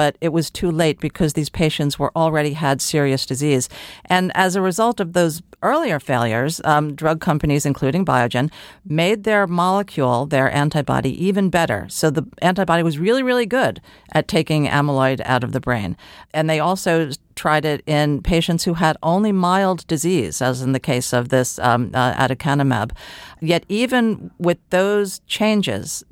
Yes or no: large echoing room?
no